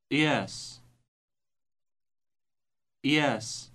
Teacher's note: This word starts by stopping the air completely by the vocal cords and then releasing it.